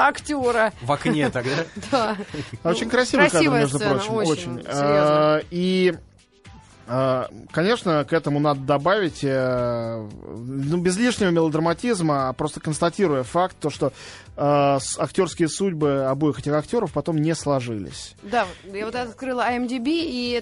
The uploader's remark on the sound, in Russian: по телефону